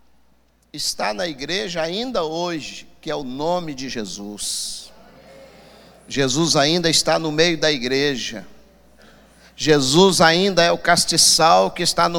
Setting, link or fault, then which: setting, large echoing room